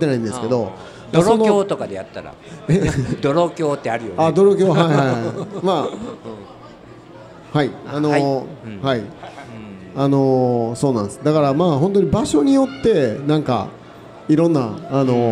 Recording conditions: live audience